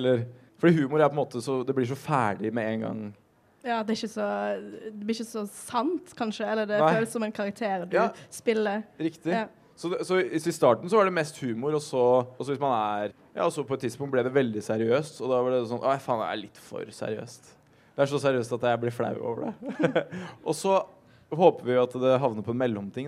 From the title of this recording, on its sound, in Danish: Live på Novafest